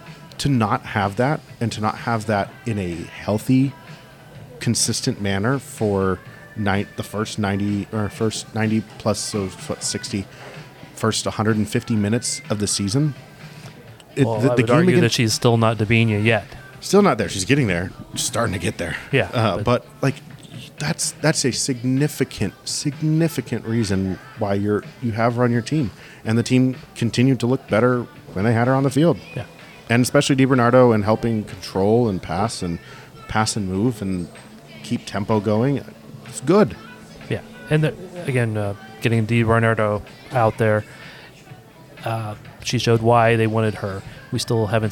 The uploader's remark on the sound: Got together in a coffee shop after the press conference. We also play the audio from our first two questions part-way through.